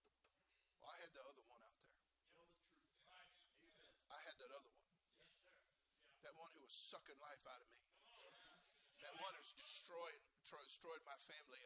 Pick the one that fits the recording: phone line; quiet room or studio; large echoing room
large echoing room